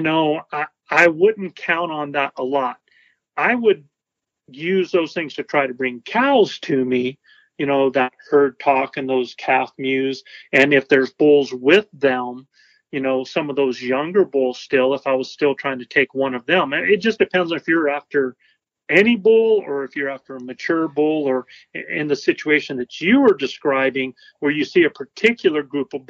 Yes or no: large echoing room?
no